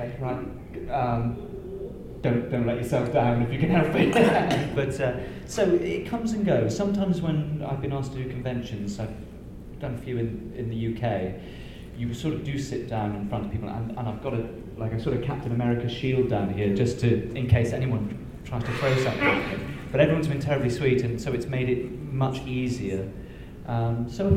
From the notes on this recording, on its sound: Chicago TARDIS 2016. Since this was a con panel there is no five-minute controversy.